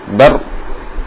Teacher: Bar getarannya cukup singkat saja. Kalau kita getarkan lebih dari itu, maka pada hakikatnya ada rok banyak. · Term: takrir